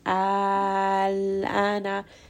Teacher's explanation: I simply just rested on the lam and then I just did a gentle stop on the lam · Term: mukhaffaf